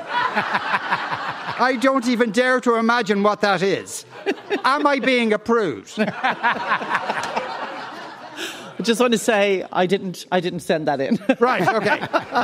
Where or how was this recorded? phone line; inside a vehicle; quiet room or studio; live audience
live audience